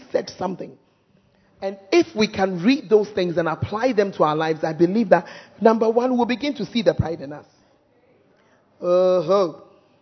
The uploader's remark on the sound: Preached At The First Love Center, Ayeduase (Gathering Service)